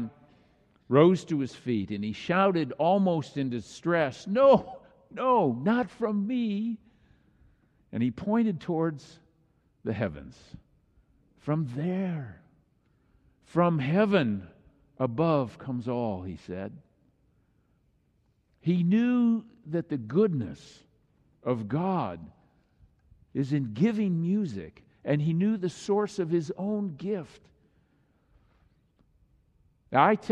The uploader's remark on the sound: Thanksgiving message on this Christ the King Sunday was delivered during the Traditional Worship service.